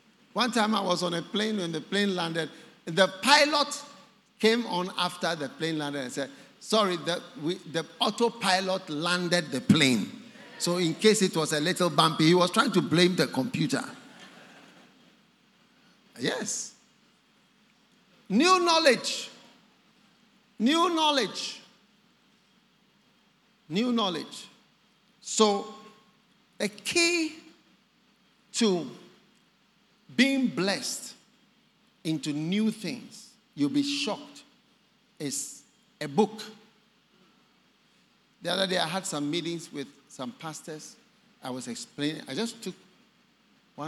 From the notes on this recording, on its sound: Preached at The Attempt Great Things For God Service, First Love Center. Accra.